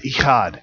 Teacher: it's got a nice little guttural in the middle of it, so it means you got a clear throat in the middle of the word ichad